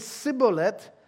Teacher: The word is Shibboleth. Ephraim doesn't have the sh sound, so they say Sibboleth.